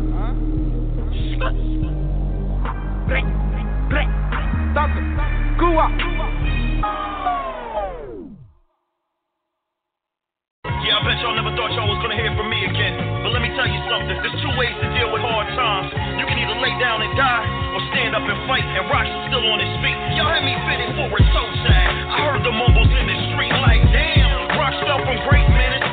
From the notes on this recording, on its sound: We have invited various people to call